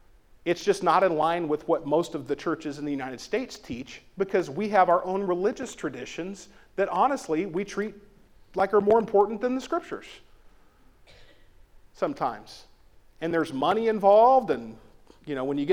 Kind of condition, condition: setting, large echoing room